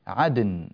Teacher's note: فالواجب إذا اجتمع ساكنان أن نعطي كل ساكن منهما حقه كاملا، فالدال تقلقل ولا تميل إلى فتح ولا إلى ضم ولا إلى كسر، والنون تأخذ حقها من الزمن · Term: مقلقلة